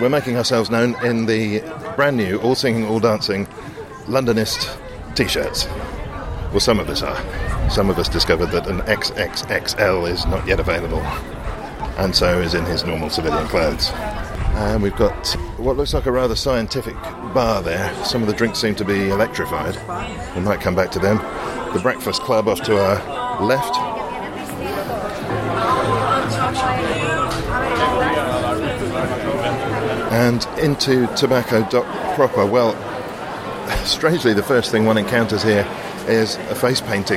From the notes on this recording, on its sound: This week's broadcast comes from Feast food festival in Tobacco Dock.